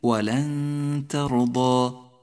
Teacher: رقق حرف التاء ولا تخلطه بالطاء، لا تقل ولن ترضى ولكن ولن ترضى.